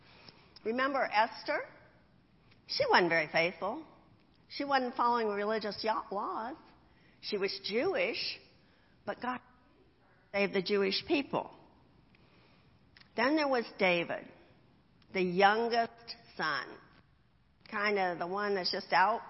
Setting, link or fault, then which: setting, large echoing room